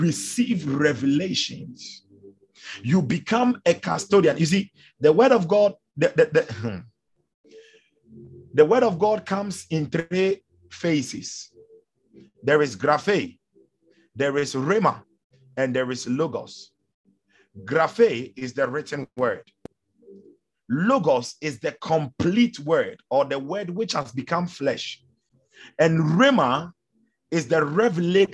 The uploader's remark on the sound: Refill (Zoom meeting).